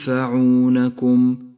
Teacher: تخفى النون الساكنة بحرف الفاء مع بقاء غنة للنون بمقدار حركتين من غير تشديد · Term: الإخفاء